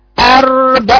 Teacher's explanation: الهمزة رقيقة، الراء ساكنة بها صفة توسط، توسط جران الصوت